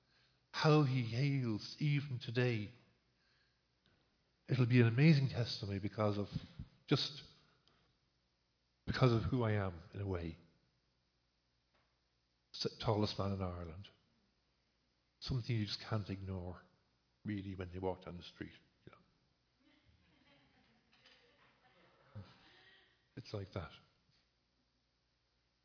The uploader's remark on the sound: Recorded live in Liberty Church